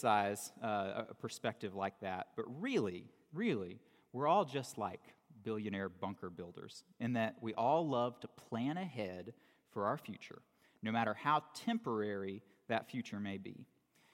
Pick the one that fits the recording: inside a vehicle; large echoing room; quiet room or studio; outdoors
large echoing room